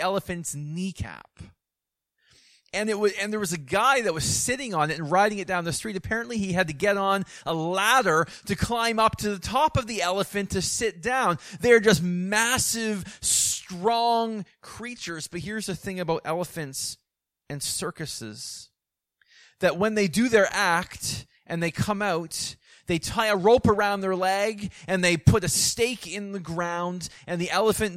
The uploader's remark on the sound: Preached in the AM service.